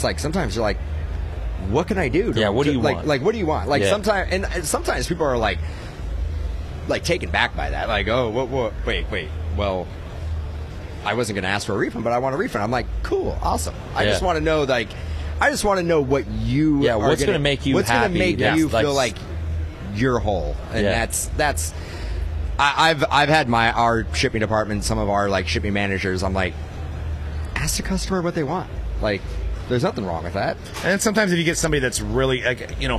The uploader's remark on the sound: LIVE from the Burbank Card Show. From the Burbank Card Show in Anaheim. On the Hobbzi stage.